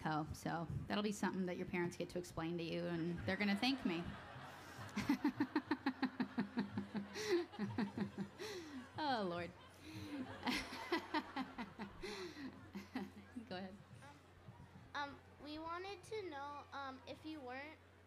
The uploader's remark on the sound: 2012 Library of Congress National Book Festival.